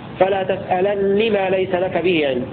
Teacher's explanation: وقرأ نافع وابن عامر بفتح اللام وكسر النون مشددة